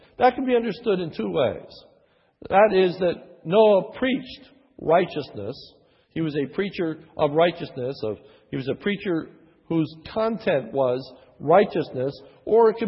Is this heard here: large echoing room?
yes